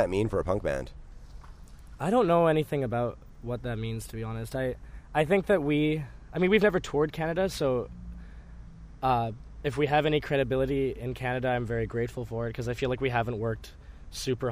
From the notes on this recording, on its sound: outside the Biltmore in their tour van